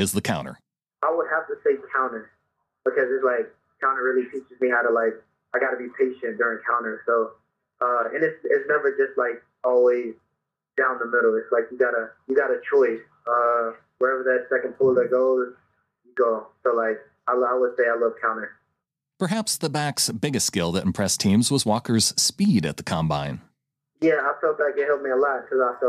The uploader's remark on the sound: through their various press conferences and phone calls from draft weekend